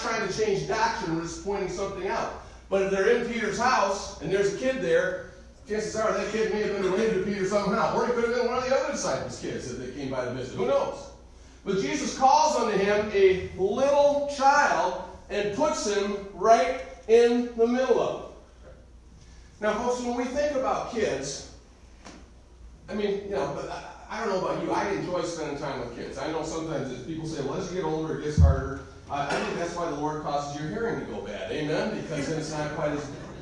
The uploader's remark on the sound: Recorded live am message